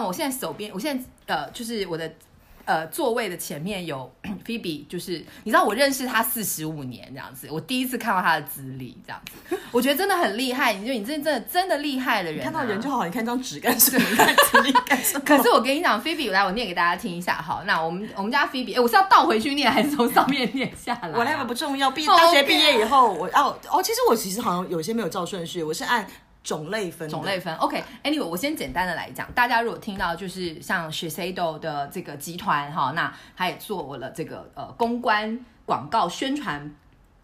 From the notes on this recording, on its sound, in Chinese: 內容很熱鬧請注意耳機音量。不過我們兩個實在太熟了，所以整個錄音的過程非常歡樂，建議各位音量一開始不要開太大以保護耳朵喔！